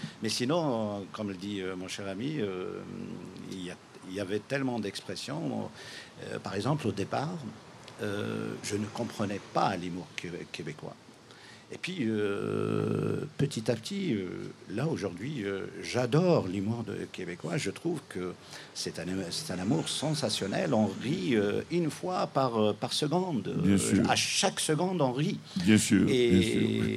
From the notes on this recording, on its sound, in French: Enregistré sur le sentier culturel de la Ville de Gatineau.